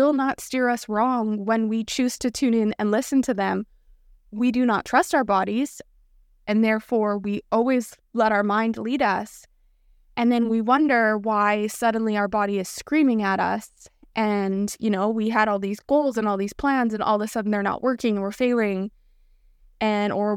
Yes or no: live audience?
no